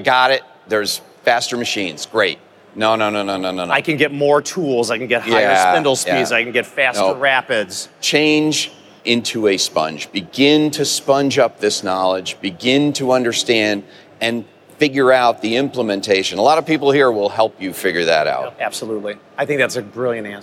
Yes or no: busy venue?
yes